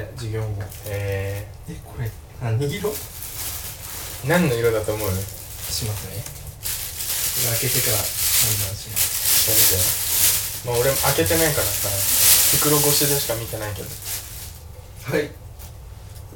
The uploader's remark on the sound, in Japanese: 誕生日にYeti x を買ってもらってこの回で使うはずだったのですが接続を忘れて生のアイパッド録音になってます。